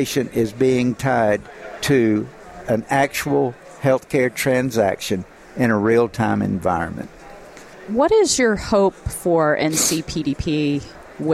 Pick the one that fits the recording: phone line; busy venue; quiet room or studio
busy venue